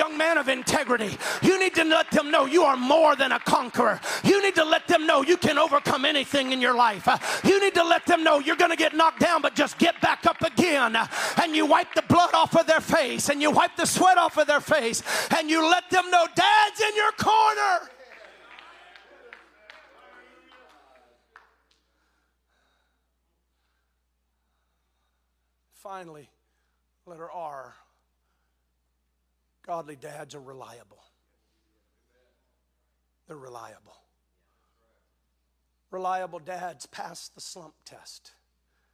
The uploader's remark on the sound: spoke this message at the 2021 NTX District Men's Conference